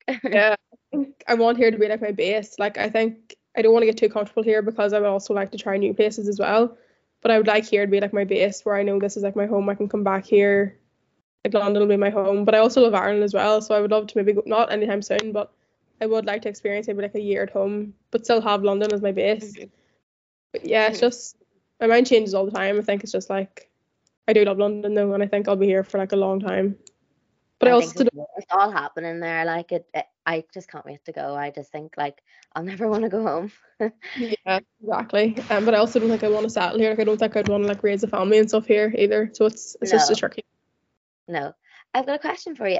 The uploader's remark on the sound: Apologies if the audio is a bit rocky- the Zoom audio is not it.